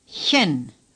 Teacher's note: The CH is similar to the way we pronounce the beginning sound in human or huge. Just breathe out a little more forcefully.